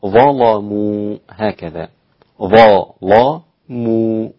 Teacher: والميم رقيقة بعدها حتى لا تفخم من بعد الظاء واللام، تغليظ اللام في ظلموا للإمام ورش، انفرد بها.